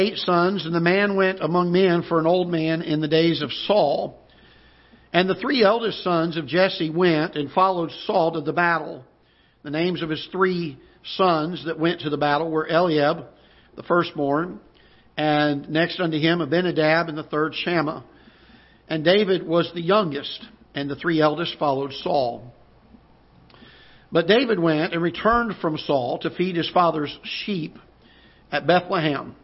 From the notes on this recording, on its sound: Ketha Heights Baptist Church ~ Live Broadcast.